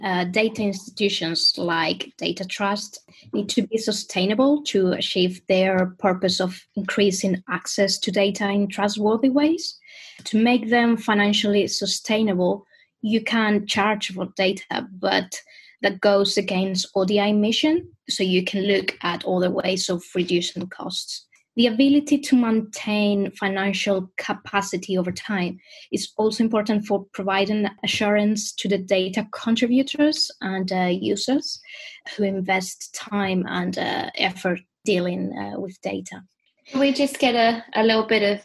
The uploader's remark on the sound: This podcast was recorded remotely over Zoom